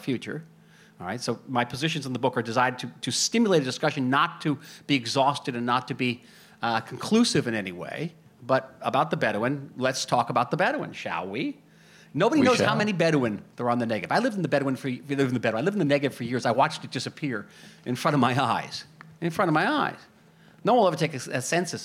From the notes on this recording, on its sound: SPECIAL LIVE EPISODE. This episode was recorded with live audience at Soho House Jaffa. The event was produced by TLV International Salon. We’re sitting here tonight in the magnificent ancient city of Jaffa, sipping cocktails and enjoying this beautiful venue provided by our wonderful hosts, SOHO House.